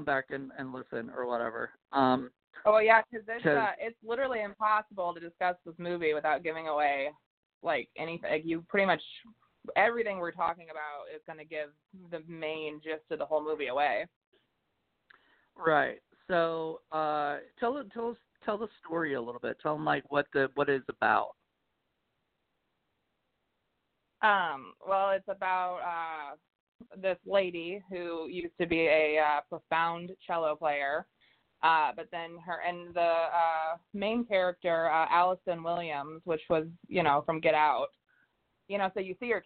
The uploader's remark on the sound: Call In Show